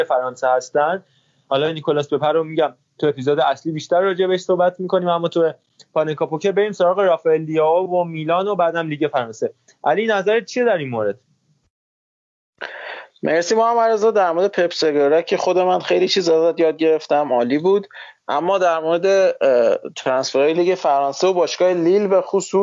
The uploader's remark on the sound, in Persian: پیشاپیش عذر ما رو بابت اسکایپی بودن و کیفیت کمتر صدا نسبت به اپیزود های اصلی بپذیرید.